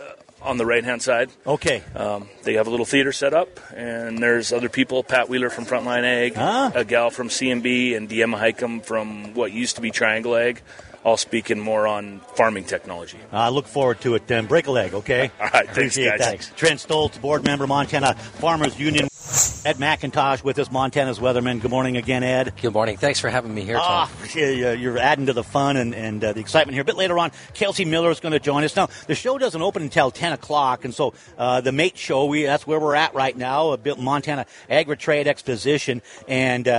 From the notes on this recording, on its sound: Voices of Montana LIVE from the MATE Show